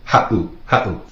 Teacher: With the seven in there, makes that little glottal stop, that pause